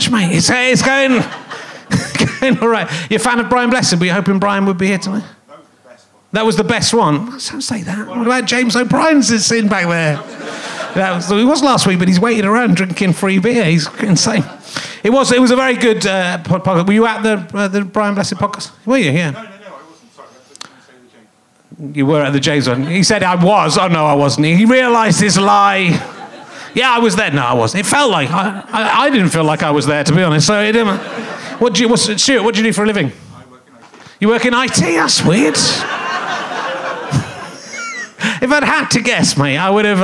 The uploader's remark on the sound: Leicester Square Theatre Podcast. He meets some men who work in IT in his audience.